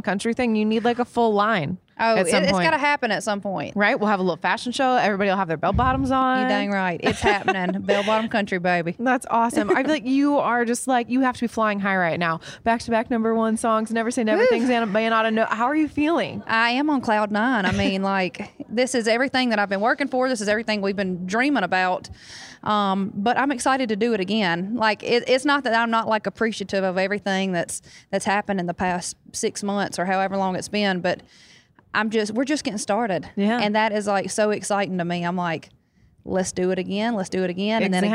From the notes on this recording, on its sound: Backstage at Audacy's Leading Ladies Live.